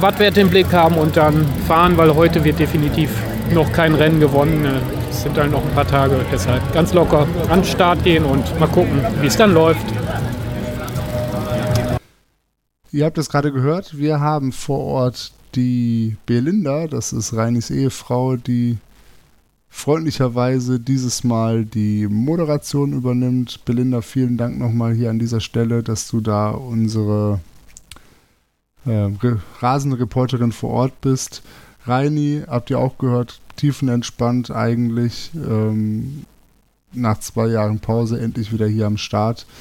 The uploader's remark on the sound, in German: Die erste Etappe des 4-Stage Mountainbike Race Lanzarote, im Club la Santa ist Geschichte. Berichten live aus der Startaufstellung und unter dem Zielbogen.